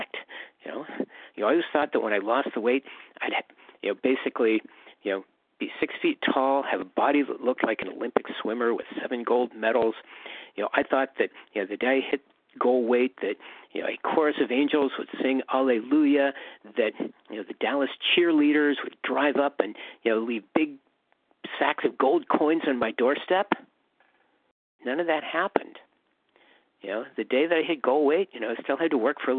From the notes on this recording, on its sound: 100 Pounders Phone Meeting